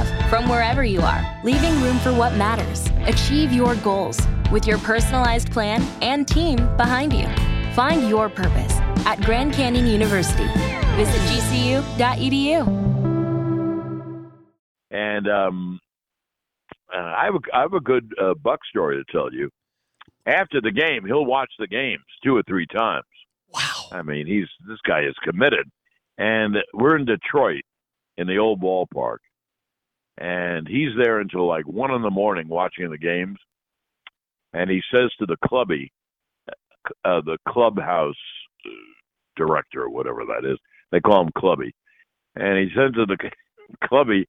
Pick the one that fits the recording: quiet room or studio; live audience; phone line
phone line